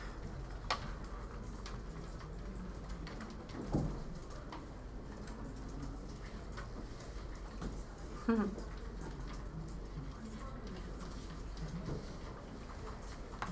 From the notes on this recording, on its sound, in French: J'ai donné l'atelier "L'art du podcast" à une vingtaine de pédagogues à Saint-Jérôme, QC. Je me suis enregistré en direct de la salle, afin de partager l'atelier.